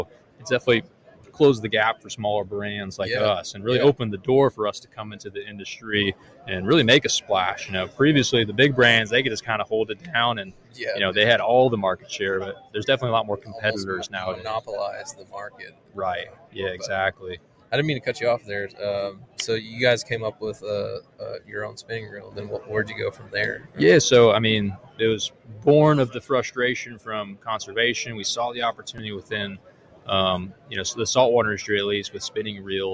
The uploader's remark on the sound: Live From ICast- Florida Fishing Products.